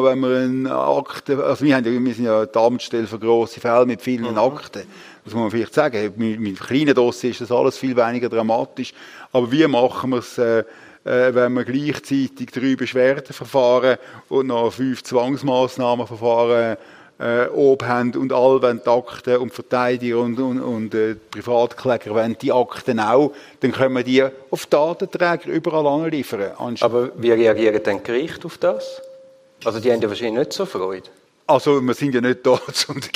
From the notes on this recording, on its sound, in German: Im Live-Podcast im Dolder Grand in Zürich